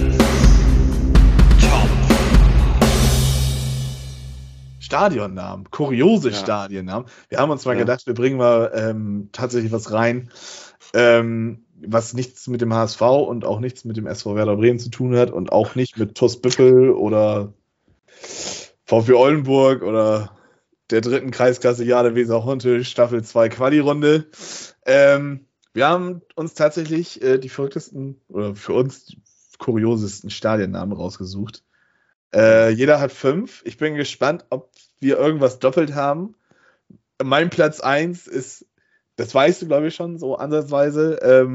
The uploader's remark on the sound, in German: Aufgezeichnet am 07.04.2022 via Skype